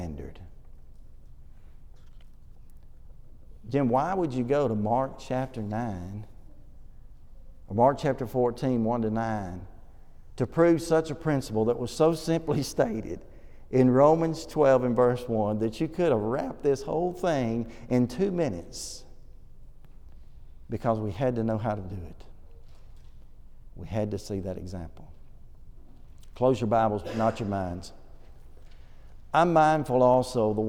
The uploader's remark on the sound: This sermon was preached at the Oneonta Church of Christ